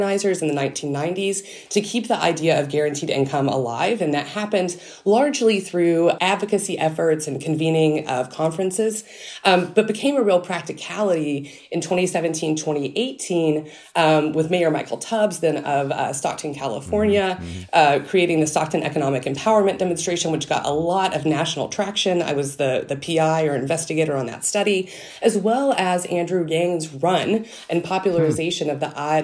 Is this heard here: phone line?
no